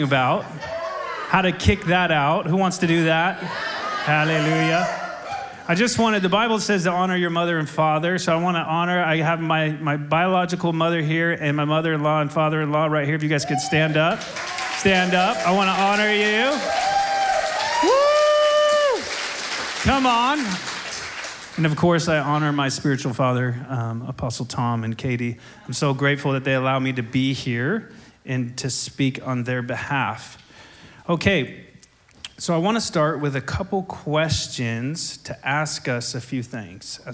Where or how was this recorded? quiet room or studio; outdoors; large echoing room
large echoing room